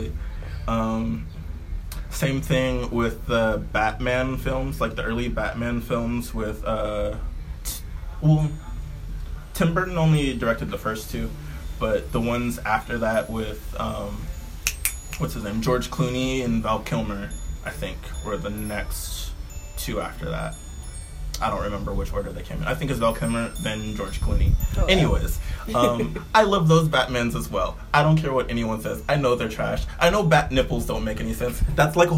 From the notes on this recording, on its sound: Y’all gone hear the true essence of Oakland in the background as this is my first time recording outside.